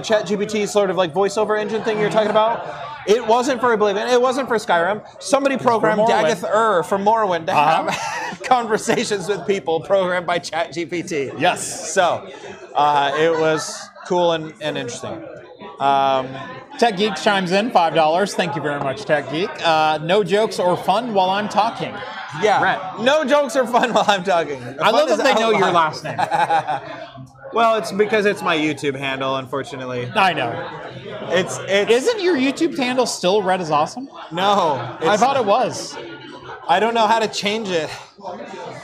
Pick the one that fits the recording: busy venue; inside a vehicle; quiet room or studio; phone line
busy venue